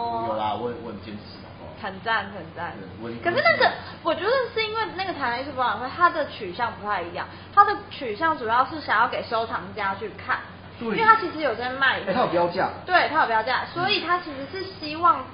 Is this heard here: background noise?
yes